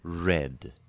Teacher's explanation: red with a significant lip rounding and significant fricativity · Term: fricative lip-rounded R